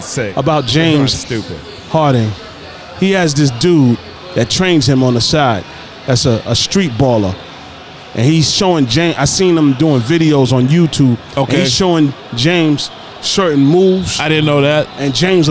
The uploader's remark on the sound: Live from Dave & Buster's